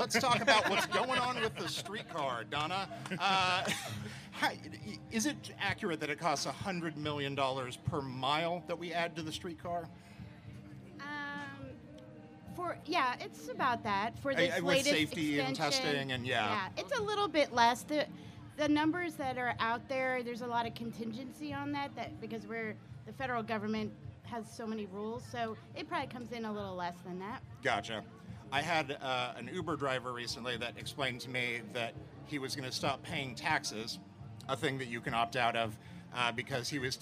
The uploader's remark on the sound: Live from Boulevardia 2022. This week on the Streetwise podcast we have a wacky time at Boulevardia. This is a full show live recording from the podcast stage. Thanks to everyone who came out and suffered the sun with us!